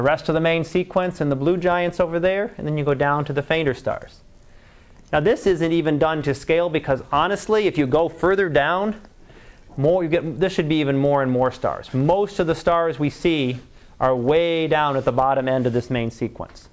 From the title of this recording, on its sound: Live Class Lecture